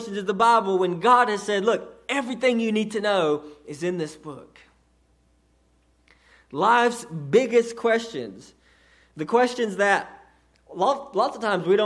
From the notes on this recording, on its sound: a sermon delivered to Cottondale Baptist Church in Eastman, GA on 2/11/18 during the 6:00pm service